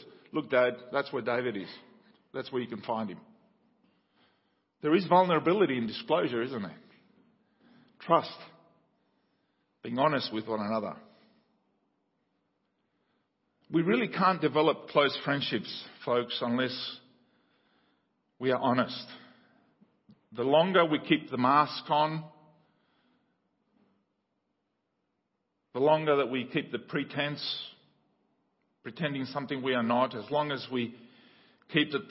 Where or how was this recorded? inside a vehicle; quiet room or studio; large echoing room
large echoing room